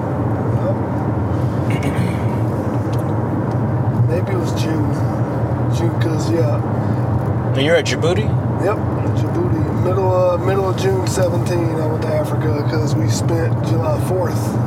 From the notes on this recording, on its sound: talks while ridin in the car